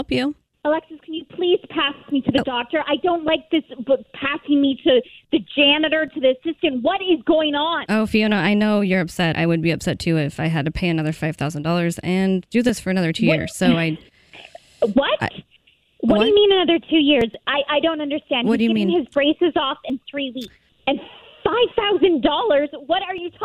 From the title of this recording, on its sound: Phone Prank